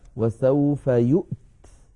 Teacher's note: الله، فلو وقفنا عليها اضطرارا أو اختبارا نقف عليها وسوف يؤت، وسوف يؤت بهمزة ساكنة وبعدها تاء ساكنة